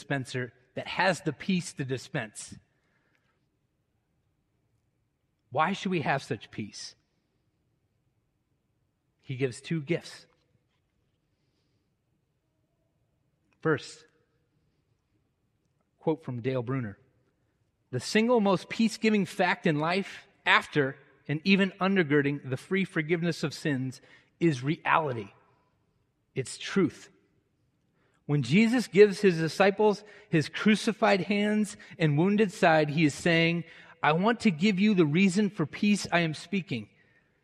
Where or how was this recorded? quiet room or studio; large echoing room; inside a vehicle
large echoing room